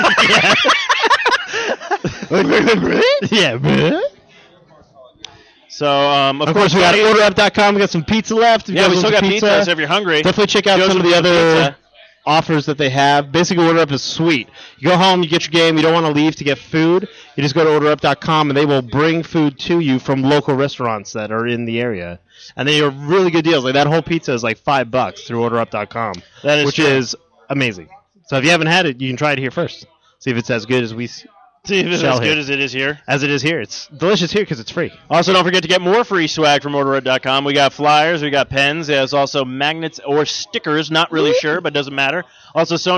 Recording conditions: busy venue